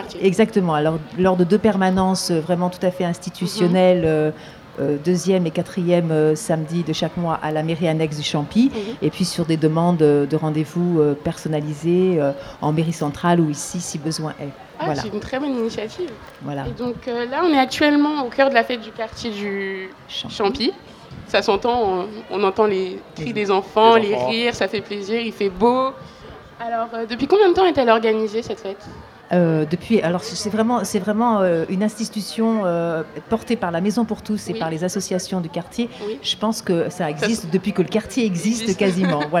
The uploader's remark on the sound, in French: Fête de quartier du Champy Noisy-le-Grand. Une émission enregistrée en public. À l'occasion de la Fête de quartier du Champy à Noisy-le-Grand.